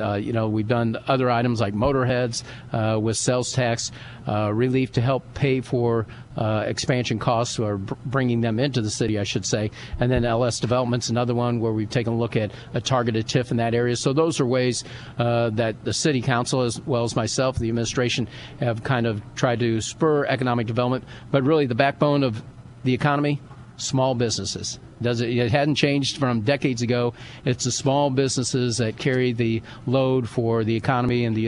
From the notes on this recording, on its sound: live from the Abraham Lincoln Presidential Museum